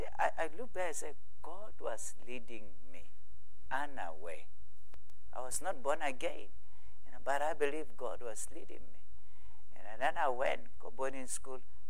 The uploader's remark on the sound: at God's Tabernacle Christian Family Church's evening service